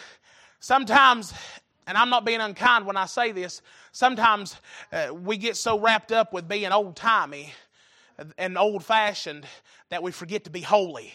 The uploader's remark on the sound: Recorded April 5, 2023 - Wednesday Evening Service